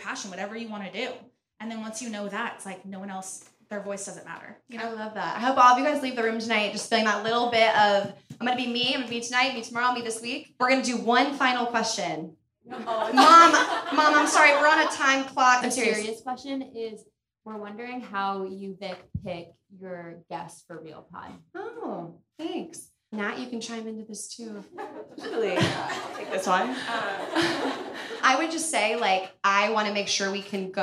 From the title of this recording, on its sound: Real Pod LIVE from Hollywood Improv!